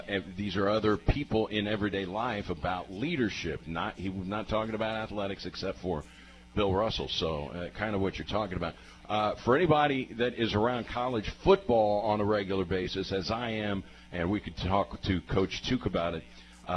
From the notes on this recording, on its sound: live from Wings etc!